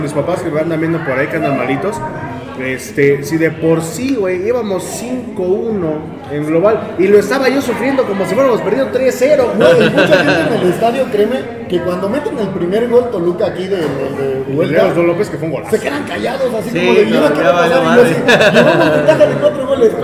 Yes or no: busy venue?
yes